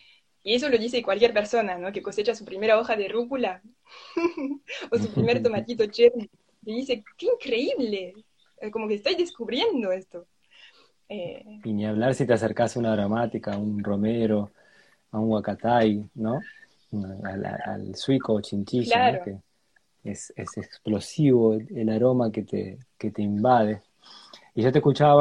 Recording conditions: video call